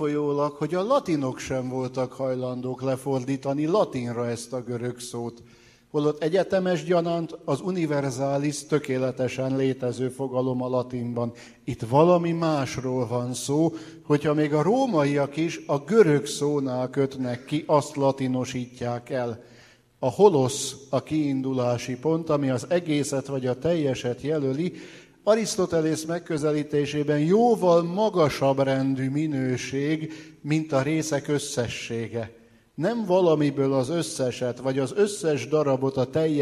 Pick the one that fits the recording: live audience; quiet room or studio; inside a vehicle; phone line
live audience